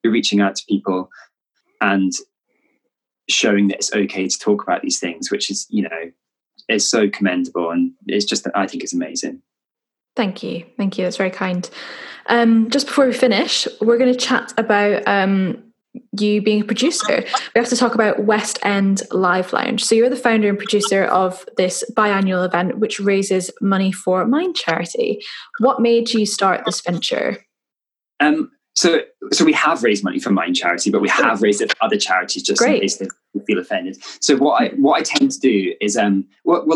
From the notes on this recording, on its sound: This was recorded in early May 2020 over zoom.